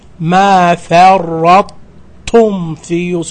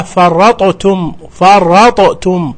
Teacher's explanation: إدغام المتجانسين الطاء الساكنة في التاء، لاحظ أن الإدغام ناقص